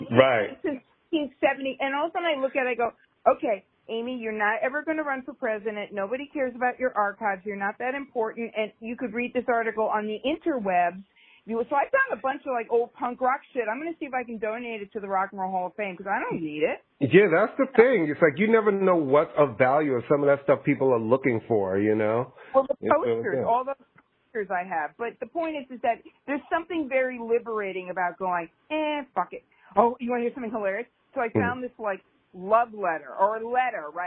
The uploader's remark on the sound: recorded via phone